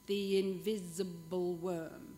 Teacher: We have a gear change, the invisible worm, which will give us our two anapests, short, short, long, short, short, long, the invisible worm. And again, we've got this slither of sounds and this voiced S or Z sound. If we saw this in musical notation, it could be something like two semiquavers and a quaver.